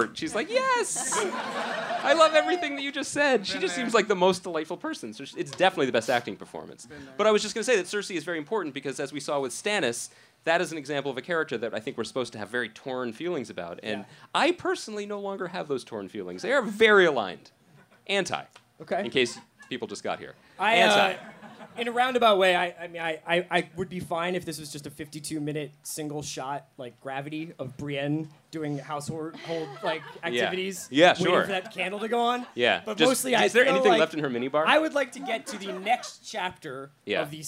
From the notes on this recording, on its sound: live and onstage in Brooklyn